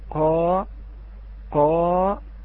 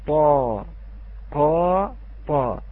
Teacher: ممكن أن نقول أن القاف أشد استعلاء من الطاء في قوة صوته